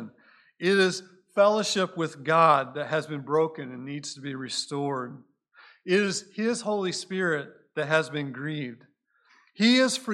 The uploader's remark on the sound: Recorded at Cornerstone Church in Mesa, AZ